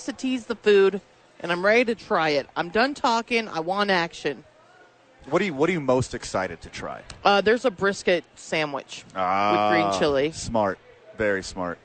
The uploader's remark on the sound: live from Isotope Park